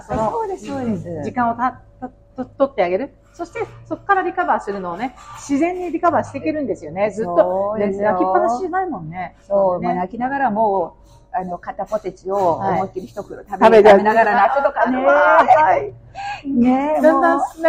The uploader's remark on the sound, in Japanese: 室外での収録のため聞きずらいところがございますが